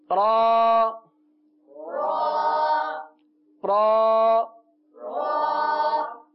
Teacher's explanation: را کا مخرج ہے زبان کی نوک اور مقابل کے تالو سے ادا ہوتا ہے